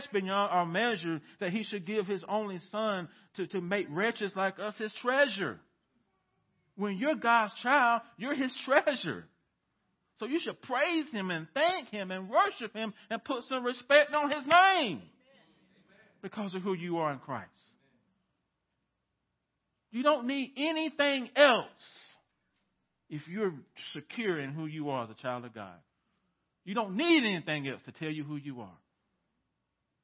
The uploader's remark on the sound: The Village Church - 2022/05/15 - Audio